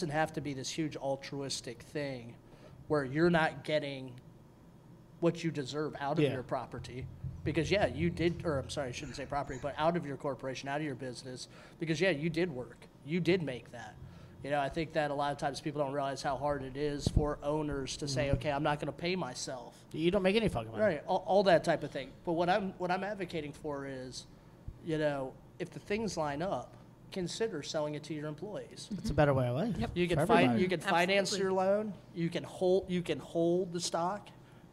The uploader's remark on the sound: Live From The Blaguard, WASHINGTON, DC